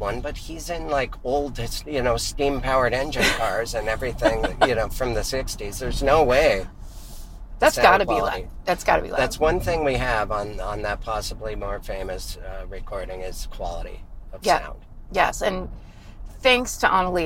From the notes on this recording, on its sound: back in the car!